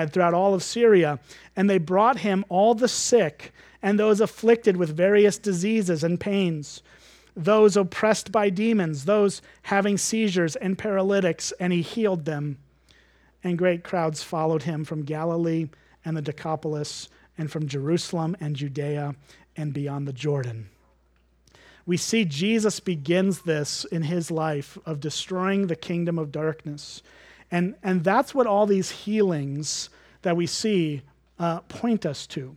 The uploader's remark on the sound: at Springbrook Church in Antigo, WI.